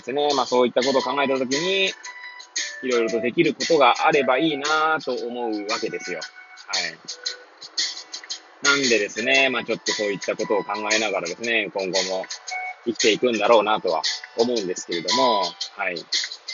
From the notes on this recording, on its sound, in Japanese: Airpods を付けた状態で、車中で収録しており、雑音などが入る可能性があり、ご容赦ください。